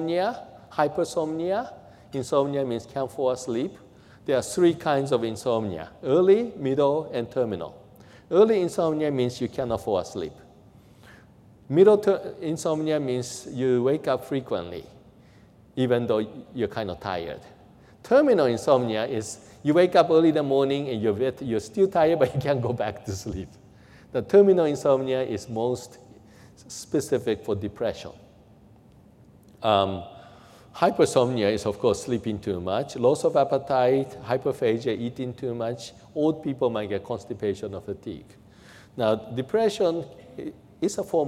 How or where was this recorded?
large echoing room